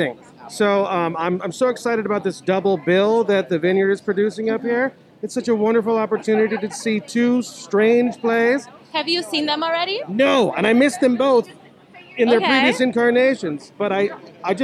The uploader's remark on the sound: Opening Night Red Carpet Interviews